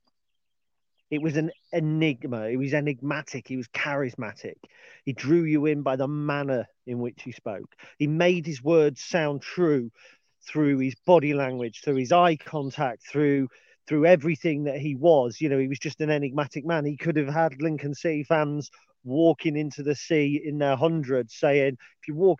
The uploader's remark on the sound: on today's dog walk